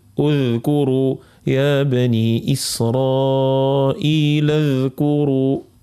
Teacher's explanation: الذال فيها صفة الرخاوة، وش معناها الرخاوة؟ معناها تاخذ وقتها.